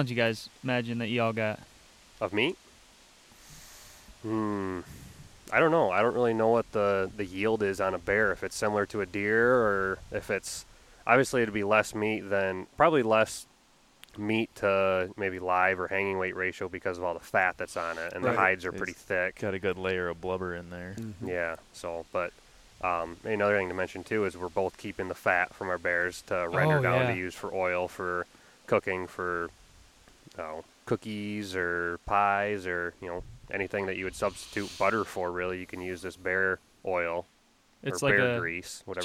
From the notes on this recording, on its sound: Coming to you live from bear camp in the upper peninsula of Michigan